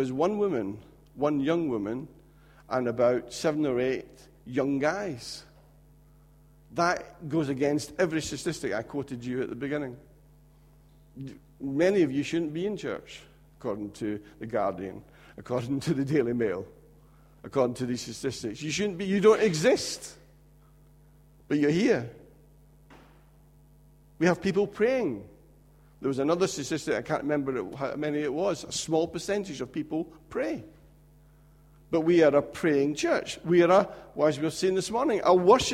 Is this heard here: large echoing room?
yes